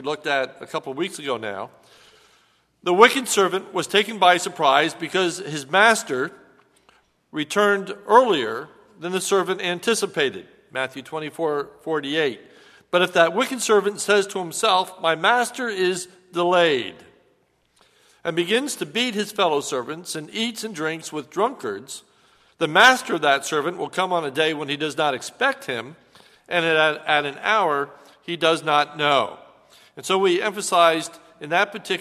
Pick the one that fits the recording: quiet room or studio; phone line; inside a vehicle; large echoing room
large echoing room